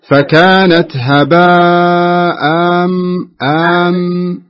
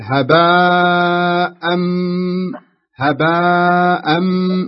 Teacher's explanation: الصحيح أن تقول هباء أم هباء أم، على طول تنتقل من التنوين الميم · Shown in: second take